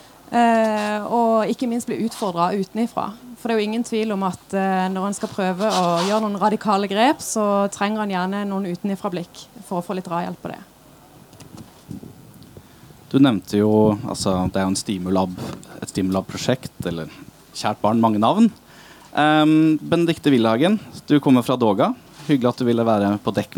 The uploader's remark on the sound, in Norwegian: opptak fra Arendalsuka 2023